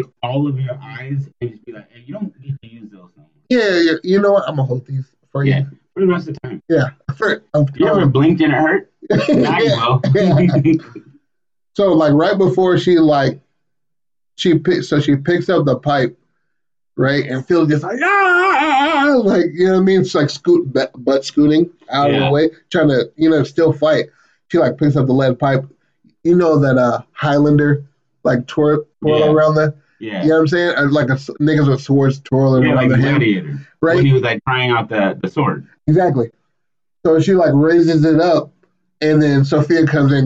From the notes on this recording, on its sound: I want to start with apologizing about the audio.. Always mic check before you record your podcast!!